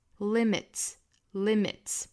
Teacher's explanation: 这个 limit 后面加上了 S，它的发音就变成了 ts